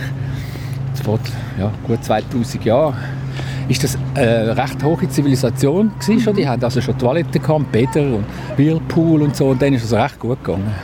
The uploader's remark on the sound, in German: Hörorte, Kloster Wettingen. Auf einen Klangrundgang. Deshalb zog unsere Ausbildungsredaktion los und sendete in dieser Woche live vom Ufer der Limmat.